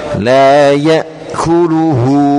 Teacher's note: Enggak ada suara setelah ya. Berbunyi di makhrajnya hamzah.